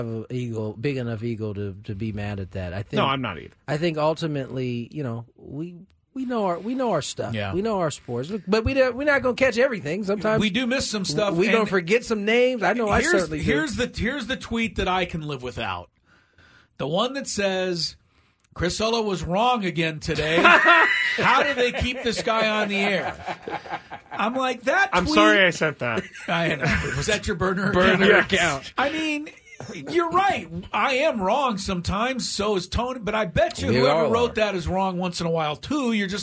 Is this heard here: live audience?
no